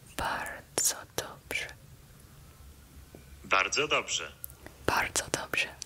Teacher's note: You don't hear the R in dobrze. Its function is to change the pronunciation so that the RZ sounds like the S in pleasure.